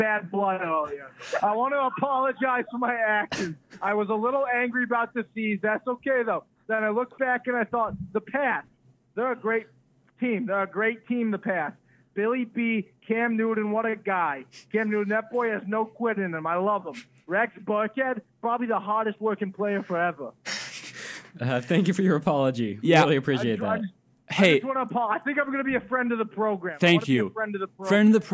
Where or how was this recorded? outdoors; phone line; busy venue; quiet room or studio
phone line